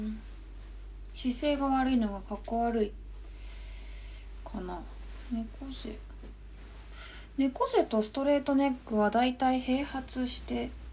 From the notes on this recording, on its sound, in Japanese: インスタライブの録音をそのままポッドキャストにしています